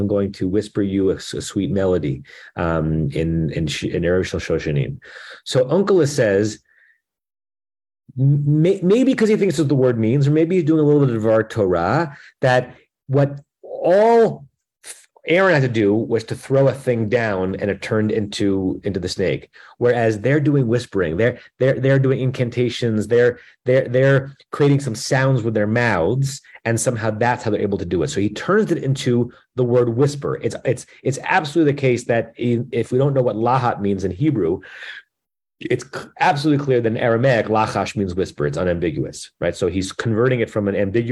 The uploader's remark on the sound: At Temple Beth Am, Los Angeles.